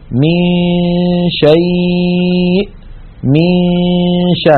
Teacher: من الميم ننتقل إلى مخرج الشين وننطق غنة من الخيشوم، فإذا انتهى زمن تلك الغنة نطقنا الشين · Term: الإخفاء